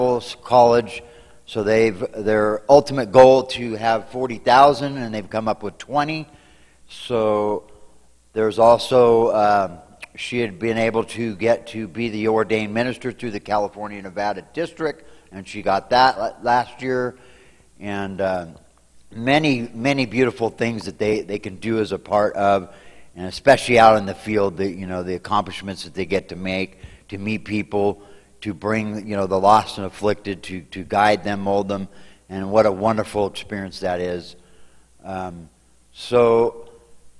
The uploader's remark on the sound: Mt. Zion Church Live!